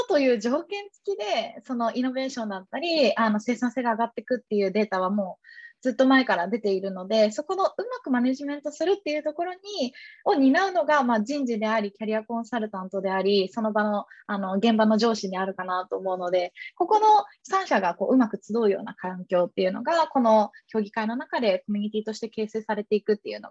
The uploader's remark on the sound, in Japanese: 〇方 法：ウェビナー（Zoomでのオンライン配信）